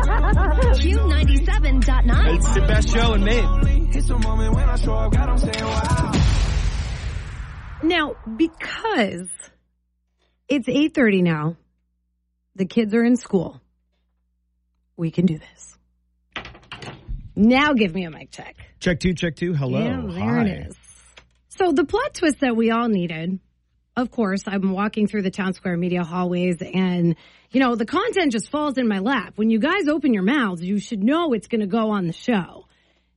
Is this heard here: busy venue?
no